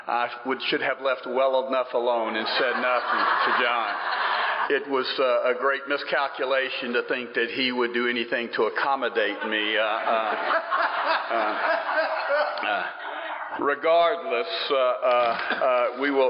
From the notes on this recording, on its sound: This ends a bit abruptly but it was the end, the last little bit got cut off. Recorded in 2015 at the 40th Atlanta Roundup.